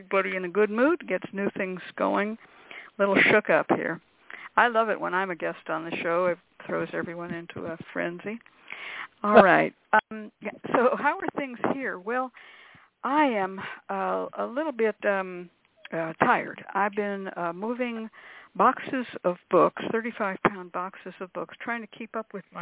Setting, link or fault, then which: link, phone line